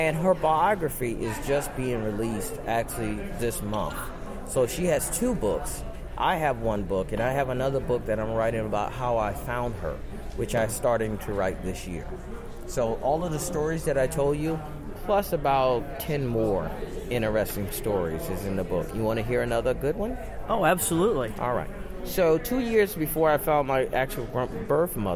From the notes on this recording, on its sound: at “Podfest” a podcaster’s conference in Orlando, Florida